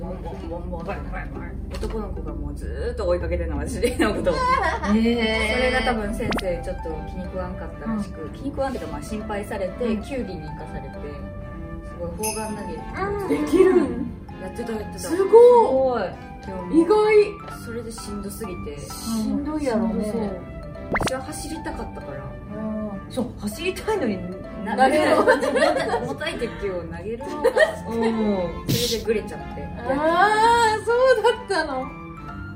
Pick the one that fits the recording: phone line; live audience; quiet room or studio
live audience